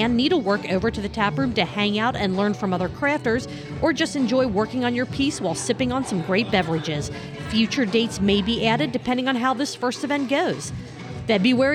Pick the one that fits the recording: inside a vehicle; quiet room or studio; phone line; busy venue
busy venue